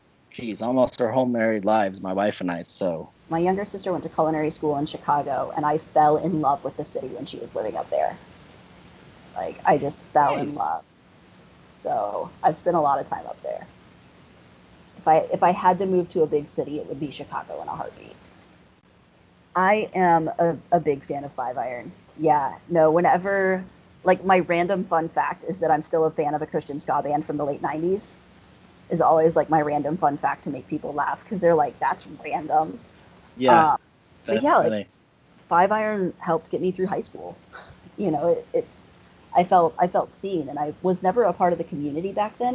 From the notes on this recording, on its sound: sorry for the audio quality